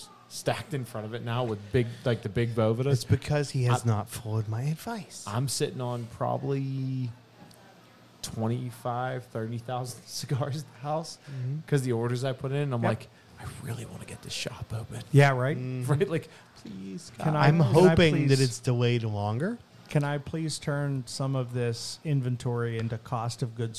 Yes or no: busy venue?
yes